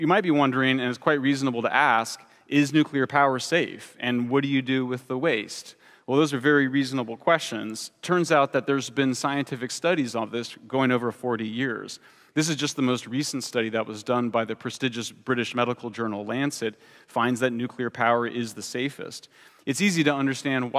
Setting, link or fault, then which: setting, live audience